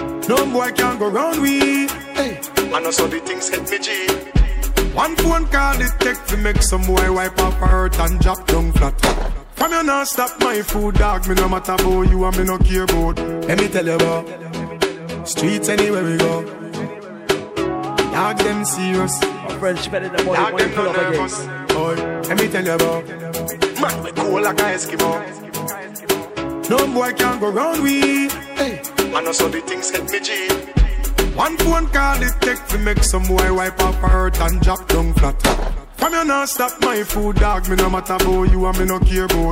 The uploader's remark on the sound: LIVE AT ISLAND SATURDAYS ON MARCH 17. LIVE AUDIO!